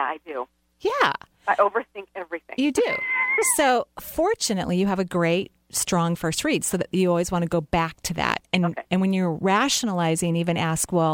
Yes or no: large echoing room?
no